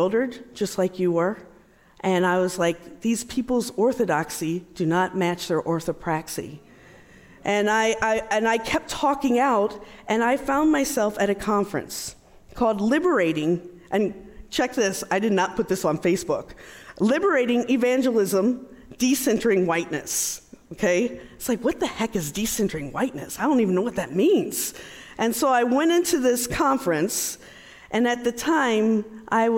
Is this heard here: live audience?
yes